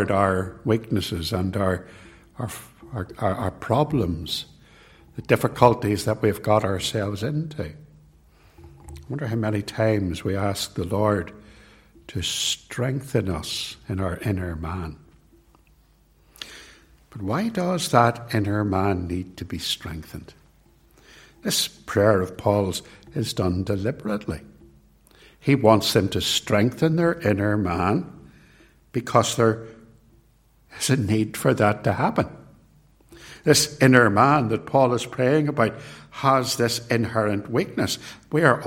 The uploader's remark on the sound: It was recorded at Templepatrick